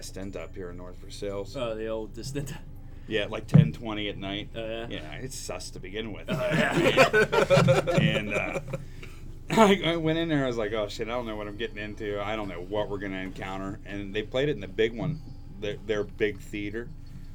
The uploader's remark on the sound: This week we we are recording at The Nerd Korner.